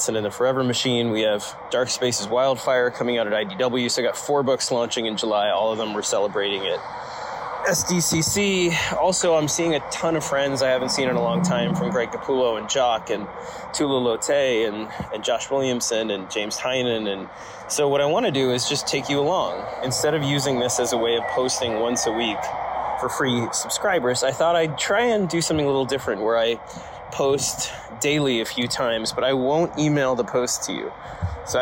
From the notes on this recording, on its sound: You're gonna have to forgive the noise. I am officially stuck in Seattle.